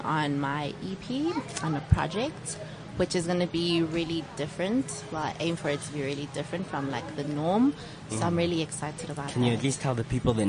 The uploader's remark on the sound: Had our first outside broadcast - coming to you live from the Lifestyle Home Garden.